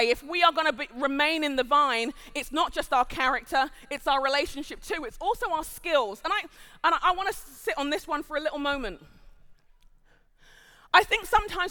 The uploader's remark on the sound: Live at The Orchard Conference 2023